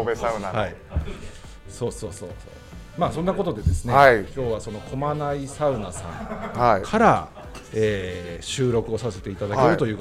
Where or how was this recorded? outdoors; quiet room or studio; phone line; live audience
live audience